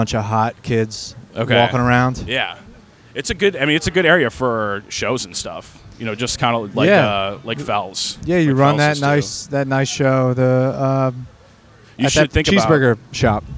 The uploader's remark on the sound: Recorded outside the comedy open mic at The Tin Roof. Every other Wednesday in downtown Baltimore.